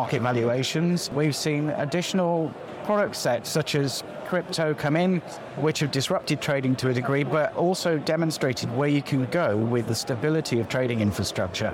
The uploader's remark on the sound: live from FIX Trading Community EMEA Trading Conference